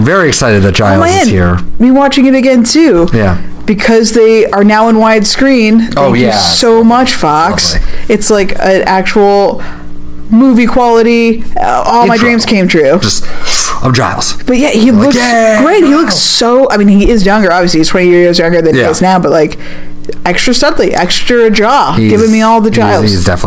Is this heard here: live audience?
no